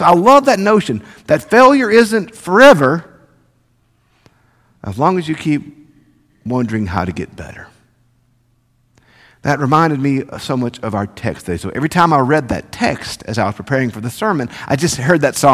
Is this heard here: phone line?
no